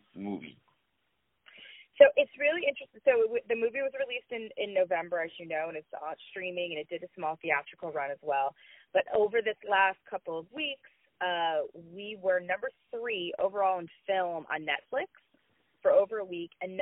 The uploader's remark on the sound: On the phone